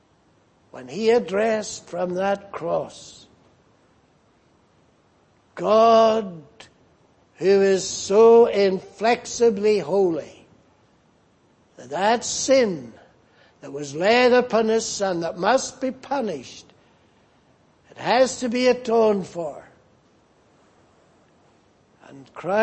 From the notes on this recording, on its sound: Preached in Grafton. At the Lord’s Day Evening service.